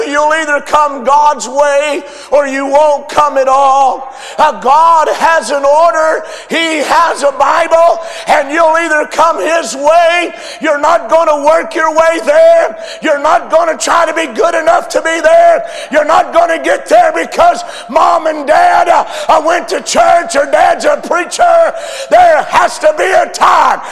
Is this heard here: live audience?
yes